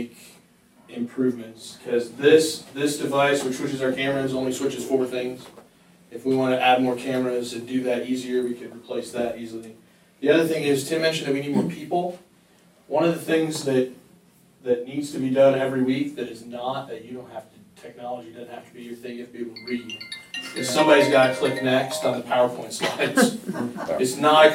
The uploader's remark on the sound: Apologies for the sound quality. The microphone was not positioned well, so there are parts of the conversation that are more difficult to hear.